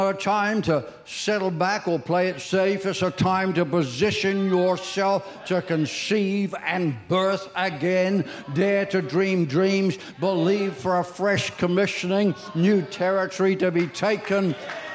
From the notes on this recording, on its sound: Recorded during our 9am service on Sunday, the 30th of July 2023.